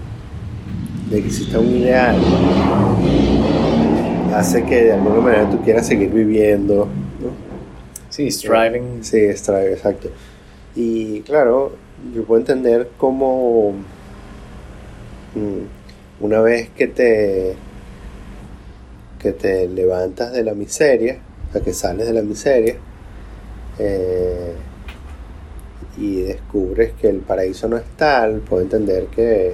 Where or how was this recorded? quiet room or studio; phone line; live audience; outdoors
outdoors